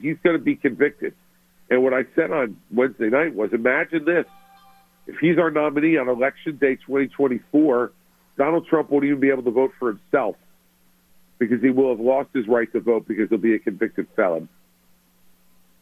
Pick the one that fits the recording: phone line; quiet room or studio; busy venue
phone line